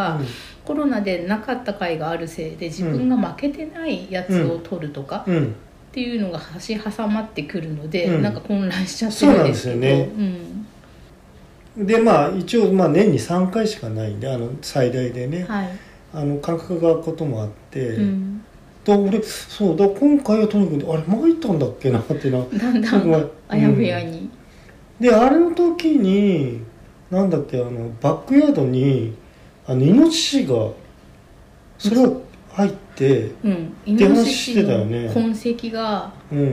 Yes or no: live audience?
no